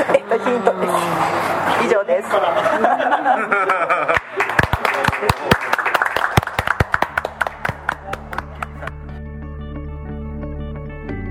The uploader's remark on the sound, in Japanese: 飲食店での収録のため雑音が多くなっております。